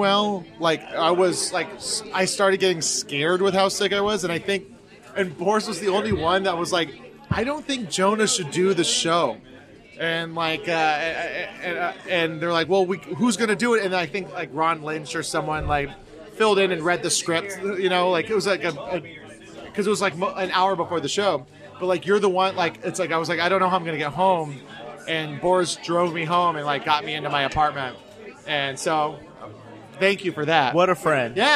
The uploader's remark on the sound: Join us for a couple rounds of cocktails as we record this episode live from the legendary Tiki-Ti on Sunset Boulevard!